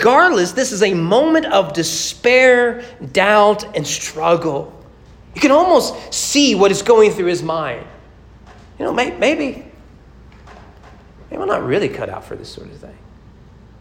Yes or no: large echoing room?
yes